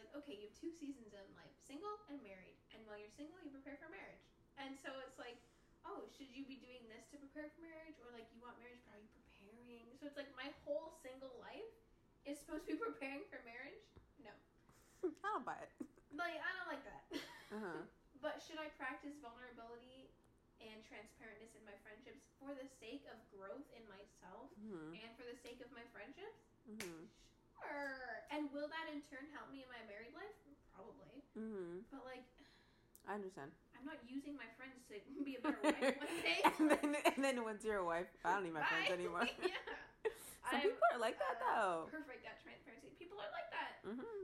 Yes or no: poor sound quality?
yes